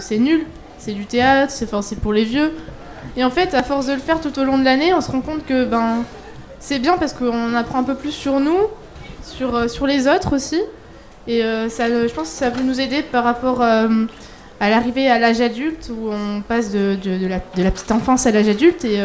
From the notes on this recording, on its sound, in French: Delta Fm est allée au Nouveau Festival à Cenon (33) pour donner la parole aux lycéens porteurs de projets, venus présenter leur travail.